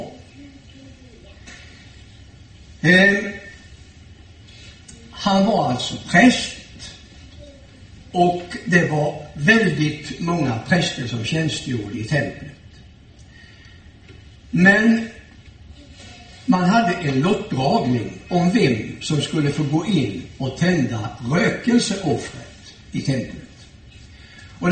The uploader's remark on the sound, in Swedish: Gudstjänst i Ljungby. I S:t Markus församling i Ljungby.